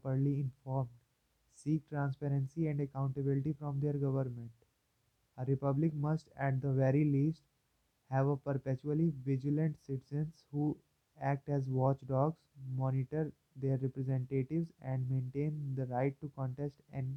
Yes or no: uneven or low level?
yes